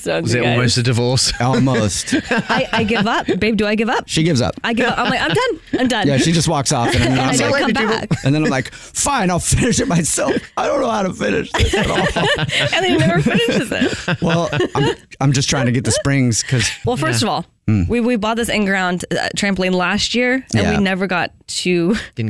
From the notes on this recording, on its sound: A Phone Prank